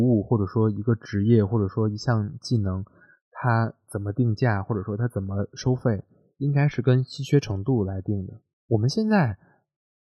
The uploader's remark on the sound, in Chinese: 希望大家体谅我的录音和剪辑